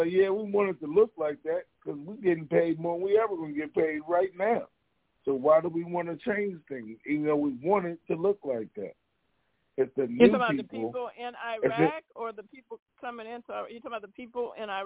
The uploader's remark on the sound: TNTSuperfantastic Conference Call